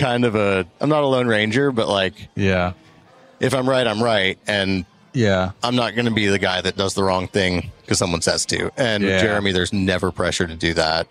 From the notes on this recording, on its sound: Pod-Row at Synkd LIVE in Atlanta.